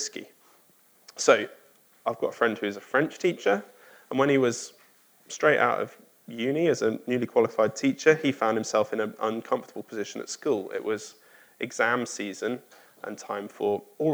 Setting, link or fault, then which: setting, large echoing room